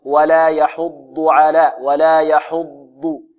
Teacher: كلمة يحض كلها مرققة إلا الضاد، الضاد مفخمة فقط، والضاد هنا مشددة، ولا بد من نطقها ضادا وليست ضاء.